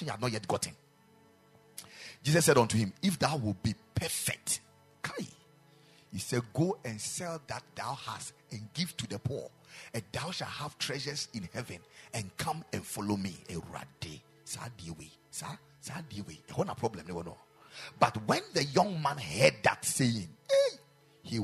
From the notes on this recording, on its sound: Preached at the Ekklesia Campus